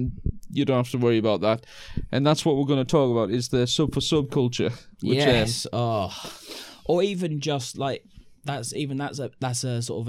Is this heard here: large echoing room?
no